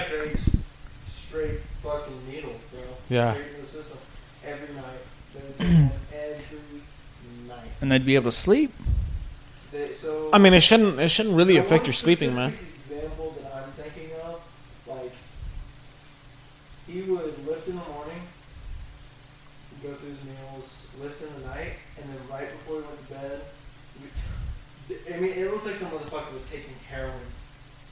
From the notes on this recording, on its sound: Technical Difficulties. Throughout the episode, one of the microphones decided it did not want to function. The audio quality is quite poor.